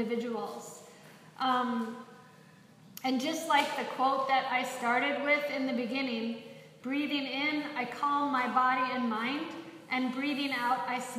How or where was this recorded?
live audience